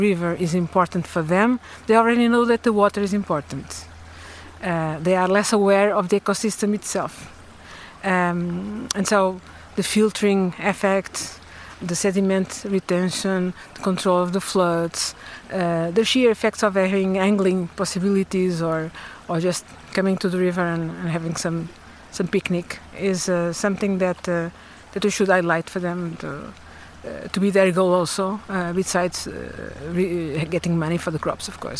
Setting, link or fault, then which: setting, outdoors